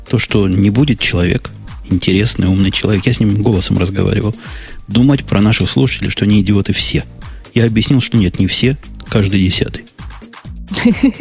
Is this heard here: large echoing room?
no